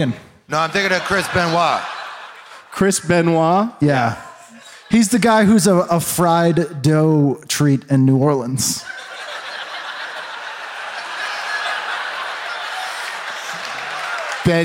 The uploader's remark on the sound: Live from the Wilbur Theatre in Boston, MA